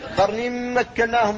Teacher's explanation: الإدغام الناقص قبل الميم